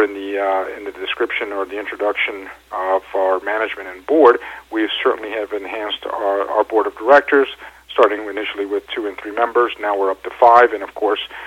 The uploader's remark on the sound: called in to SmallCapVoice